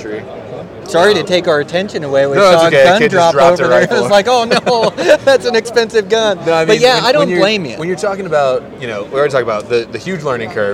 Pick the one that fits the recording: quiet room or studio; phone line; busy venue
busy venue